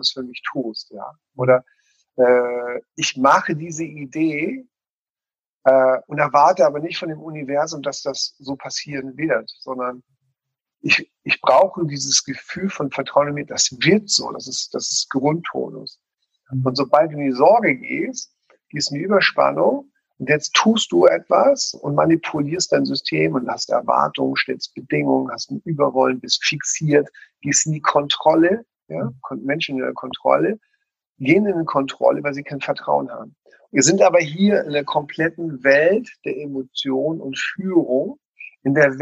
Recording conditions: video call